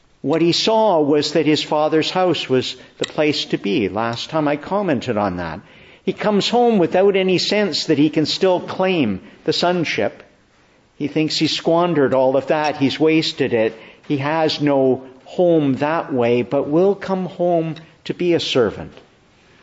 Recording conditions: large echoing room